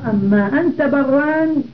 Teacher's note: في كان كنت، ضمير مخاطب مرجع الفتح، انفصل الضمير المتصل بكان وهو التاء، فصار أن أنت برا، ثم أتي بما عوضا عن كان فصار أن ما أنت برا، ثم أدغمت النون في الميم